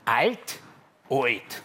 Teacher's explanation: Wenn nach dem hellen A ein L kommt, dann sagen wir im Wienerisch O